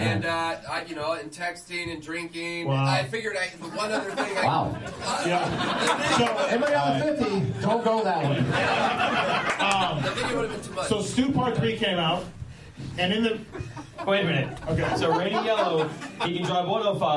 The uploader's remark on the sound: Pulpmx LIVE Podcast Show from Works Connection. Take some audience questions.